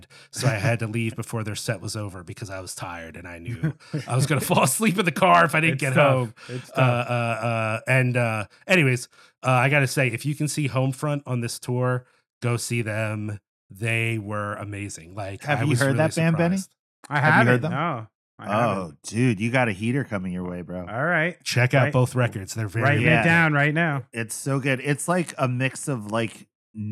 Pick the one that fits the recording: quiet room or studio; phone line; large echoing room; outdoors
quiet room or studio